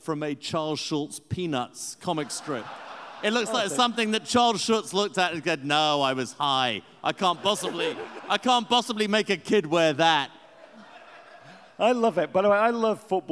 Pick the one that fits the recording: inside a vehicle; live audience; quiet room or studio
live audience